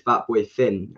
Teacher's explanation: We just say th as f · Term: TH sound